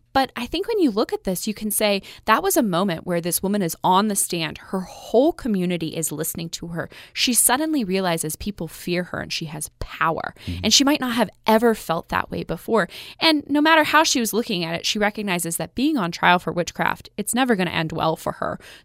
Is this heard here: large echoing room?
no